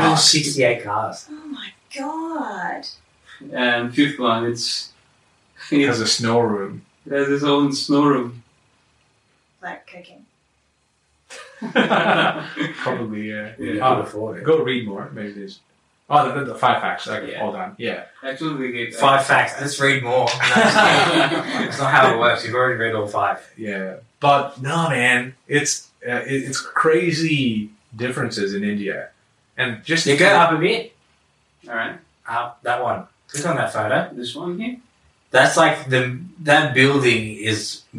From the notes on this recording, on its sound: Apologies for slight audio issues - microphones not working